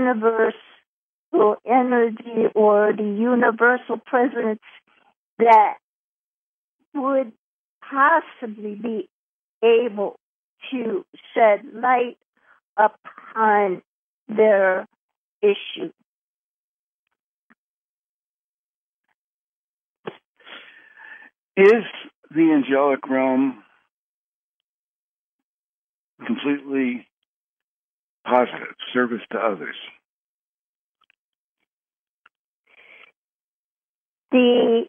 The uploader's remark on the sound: Conference Call LIVE